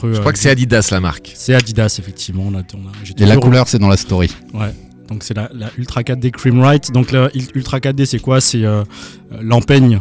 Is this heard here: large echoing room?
no